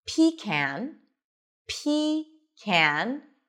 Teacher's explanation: You can either pronounce it as pecan, pecan, where the stress is on the first syllable, pecan, or pecan, pe, short I, pe, pe, unstressed, con, with an oz and father.